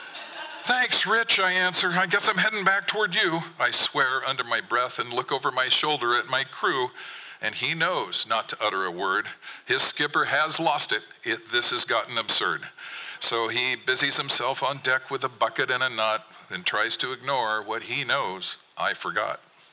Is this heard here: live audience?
yes